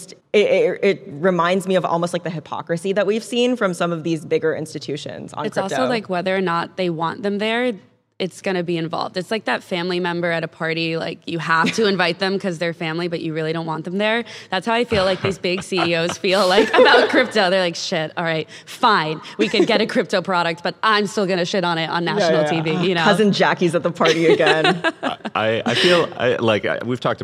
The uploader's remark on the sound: Recorded our Thursday episode live from stage at TechCrunch Disrupt in San Francisco. We shook things up this week and recorded our Thursday episode live from stage at TechCrunch Disrupt in San Francisco.